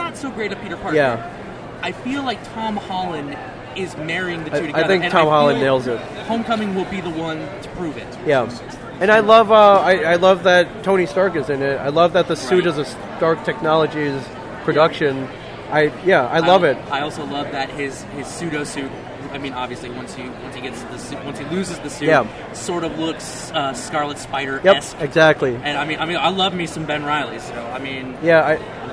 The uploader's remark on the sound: We are live at Awesome Con 2017 and we have an impromptu interview.